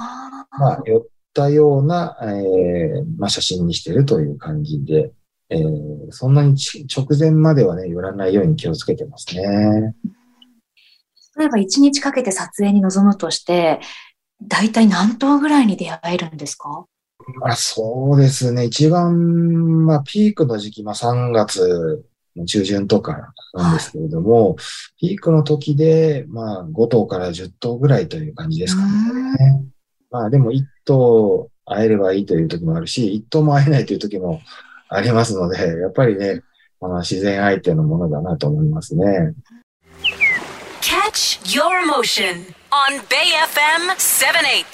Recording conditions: video call